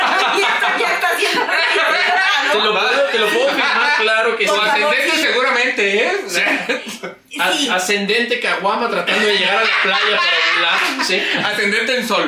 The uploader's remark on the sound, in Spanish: Hubo problemas con el audio, perdón